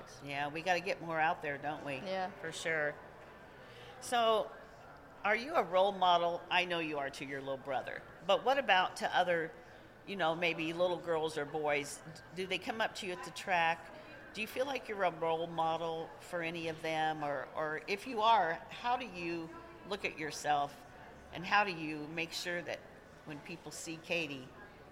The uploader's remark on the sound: PRI 2023 Podcast Stage Interview. Was one of the Motorsports Podcasters who did a live interview at PRI in Indianapolis last week.